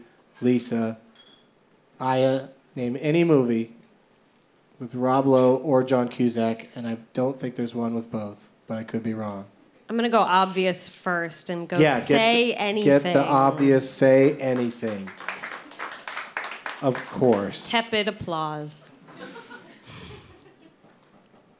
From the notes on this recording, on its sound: Live from Fantastic Fest in Austin